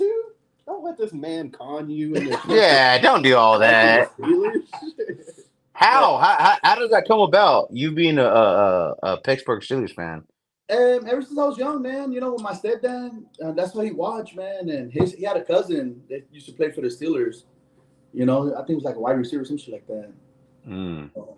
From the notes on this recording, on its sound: This episode was recorded with no mics so please excuse the quality.